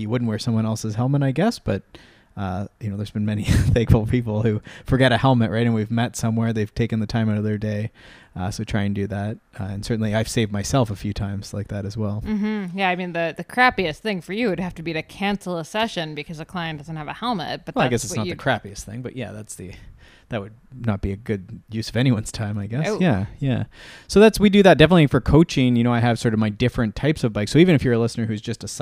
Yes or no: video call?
no